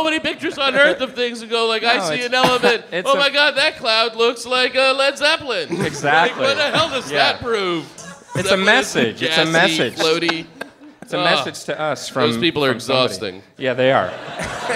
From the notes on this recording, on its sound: StarTalk Live descends on The Bell House